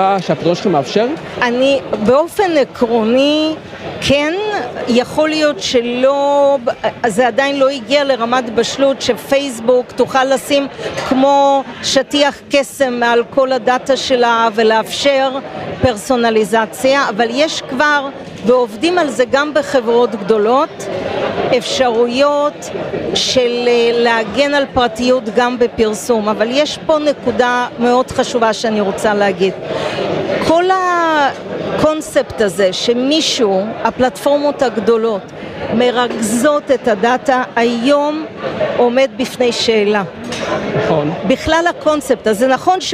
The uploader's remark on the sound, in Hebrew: בפרק מיוחד שהוקלט באירוע פורום היוניקורנס של כלכליסט